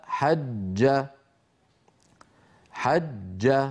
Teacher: ينحبس الصوت خلف وسط اللسان ويهتز الوتران الصوتيان عند نطق الجيم المشددة